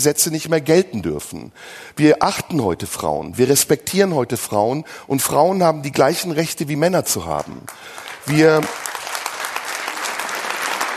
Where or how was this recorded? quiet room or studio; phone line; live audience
live audience